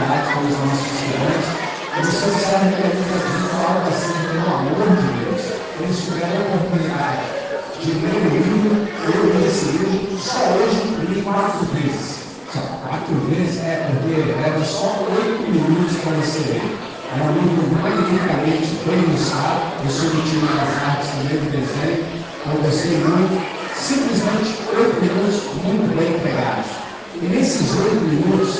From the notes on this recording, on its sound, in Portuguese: No Sarau Literário do Colégio Batista Brasil unidade Volta Redonda, RJ.